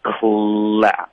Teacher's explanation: 它一直就是只是送气，爆破送气，然后不出声的声音啊 · Term: 清辅音